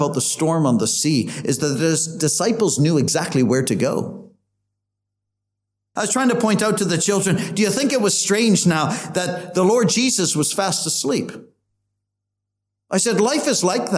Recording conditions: large echoing room